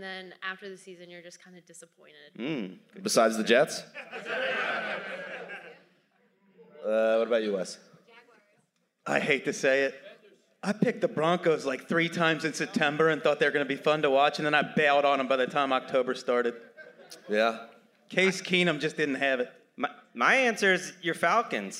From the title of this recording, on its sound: Live from City Winery Atlanta!